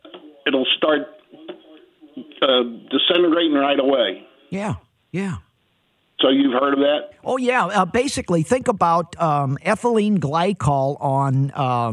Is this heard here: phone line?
yes